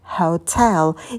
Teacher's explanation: И в начале у нас дифтонг «эу, эу» – hotel. И звук «х» очень легкий. Это ваше дыхание.